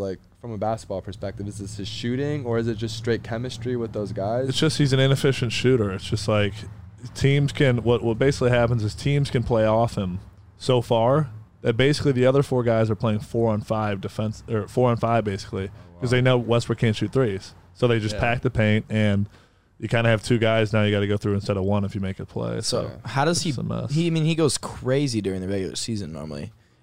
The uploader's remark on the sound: in the truck